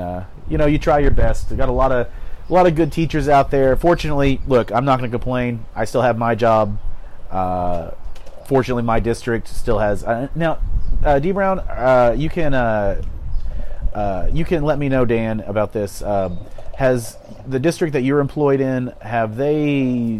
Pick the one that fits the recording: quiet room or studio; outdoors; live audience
outdoors